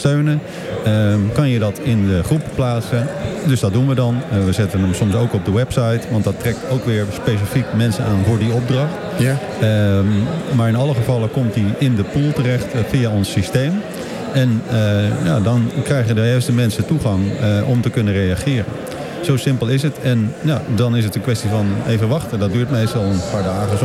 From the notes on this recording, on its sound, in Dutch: Nu live vanuit de bruisende ambiance van de 50PlusBeurs in de Utrechtse Jaarbeurs.